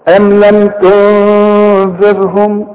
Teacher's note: تنذرهم عندي نون بدون تشكيل بعد التاء تن اهي النون دي مدام بدون تشكيل بتخفى مدام بعدها الذال وتغن